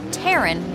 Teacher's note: the voiceless plosive t of Terran might imply speed and agility